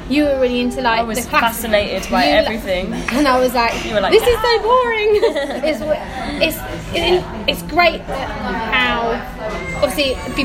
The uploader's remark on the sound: This podcast was originally recorded on the 6.12.18 last year in December in a Costa Coffee Shop locally to me so its not completely quiet we have noise in the background but hope you guys can still hear this podcast ok!